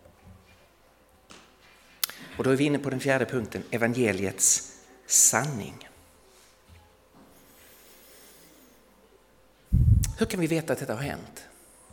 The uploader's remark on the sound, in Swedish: Inspelad i Värne Alliansförsamling i Stockholm 2017-01-15.